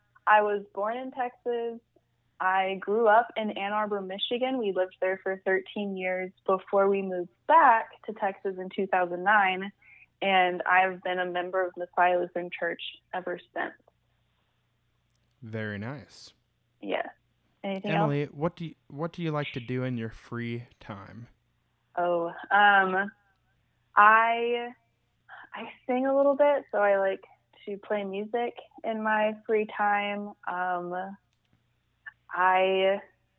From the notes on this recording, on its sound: Our first of many episodes that were recorded during the Covid-19 quarantine. Sound quality may vary because conversations with our guests are taking place over the phone.